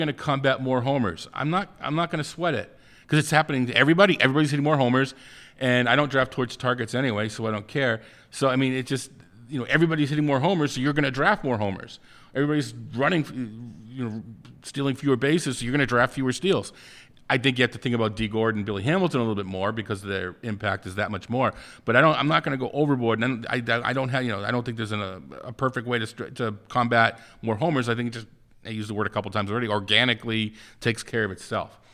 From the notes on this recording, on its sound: LIVE from First Pitch Arizona